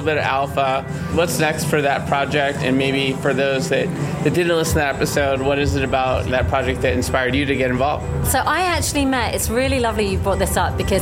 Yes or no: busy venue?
yes